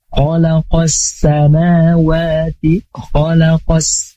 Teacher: Jadi untuk alif lam syamsi ya. Langsung diidghamkan.